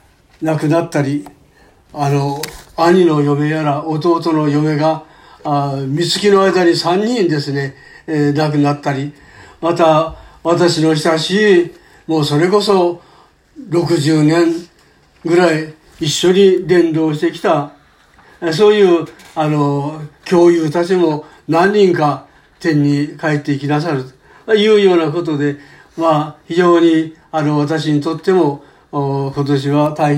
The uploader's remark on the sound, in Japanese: 2019年12月15日吉備教会礼拝メッセージ録音です。途中までです、、。